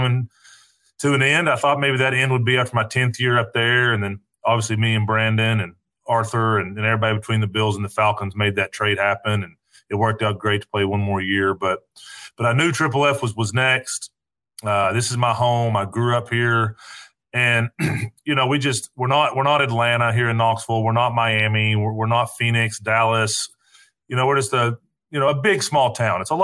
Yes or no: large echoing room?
no